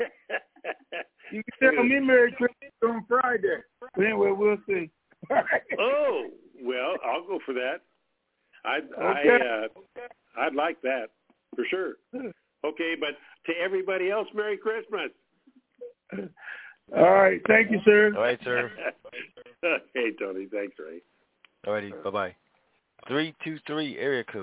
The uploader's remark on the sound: TNTSuperfantastic Conference Call